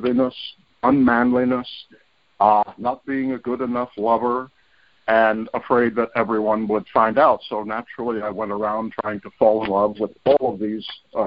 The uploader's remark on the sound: Monday Noon Phone Speaker Series